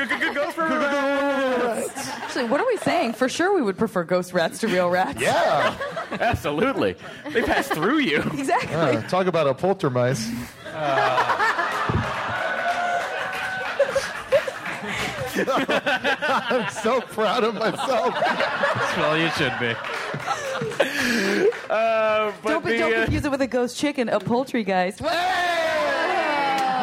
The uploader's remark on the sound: Live from SDCC 2014, it's the Nerdist Podcast Super Panel